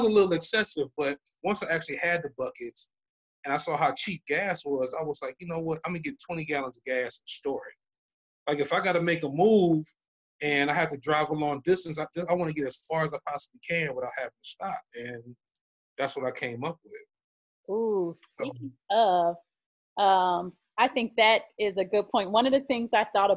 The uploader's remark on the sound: we use facebook live